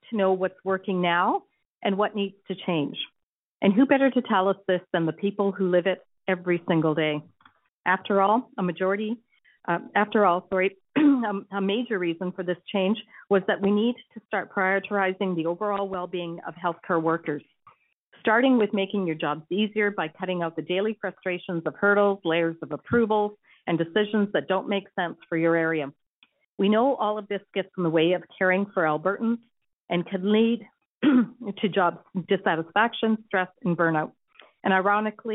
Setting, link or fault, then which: link, phone line